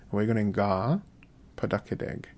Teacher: That P hardens up because we used a tense marker. Since we use that gi tense, when we use gi or we, that hardens up the next consonant.